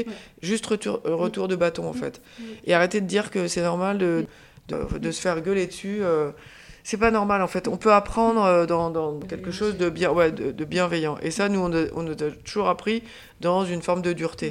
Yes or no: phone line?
no